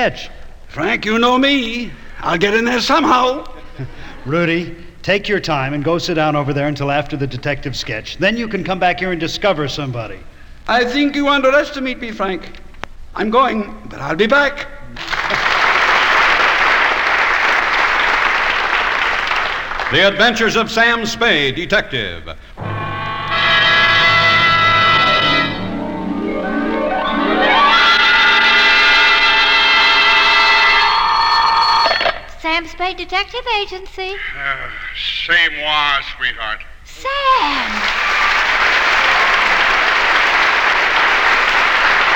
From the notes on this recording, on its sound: Two-hour live stage show recorded for the Golden Days of Radio. Live stage show recorded for the Golden Days of Radio featuring many radio personalities.